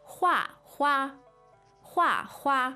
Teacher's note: So you have the fourth and the first. So 画 is the fourth tone, means to draw,、mm.